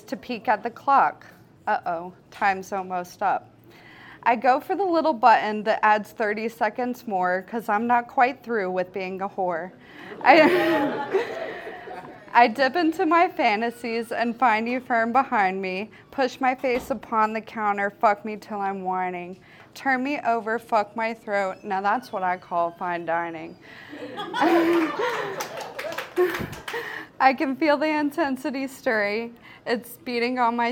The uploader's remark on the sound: Recorded in February 2023 at Petra's. Goes south is a live storytelling event out of Charlotte, NC. This podcast combines audio recordings from these live events to share with you! Goes south live events take place on the 3rd Tuesday of the month at Petra's in Historic Plaza-Midwood, Charlotte, NC.